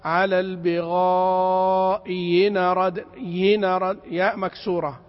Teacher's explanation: ياء مكسورة خفيفة فليس فيها أي مد.